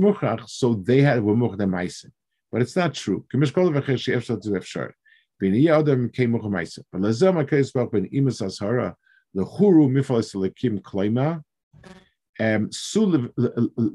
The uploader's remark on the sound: This shiur takes place over Zoom on Motzei Shabbos.